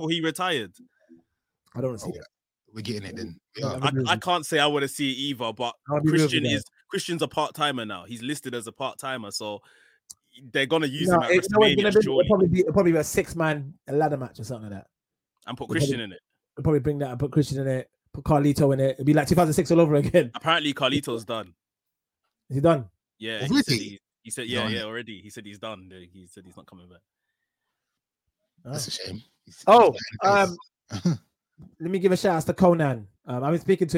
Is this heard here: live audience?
no